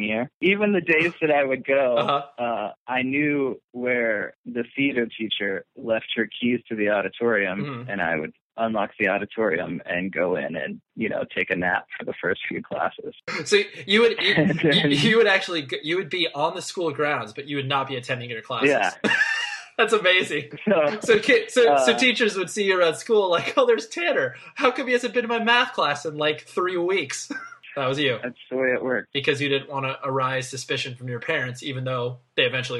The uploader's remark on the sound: over the phone